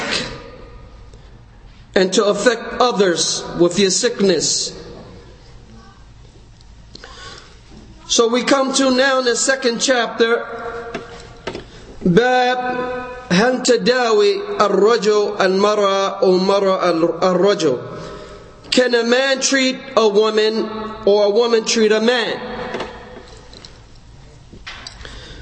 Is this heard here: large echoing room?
yes